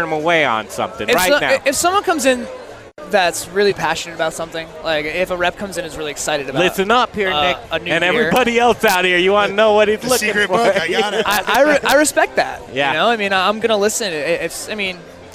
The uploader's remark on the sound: The Modern Drinker Show Live from Tap 14 downtown!